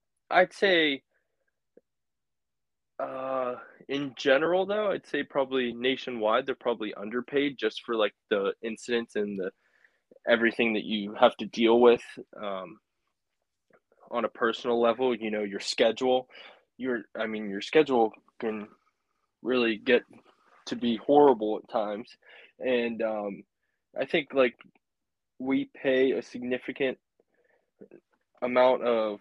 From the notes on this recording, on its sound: Interview via phone call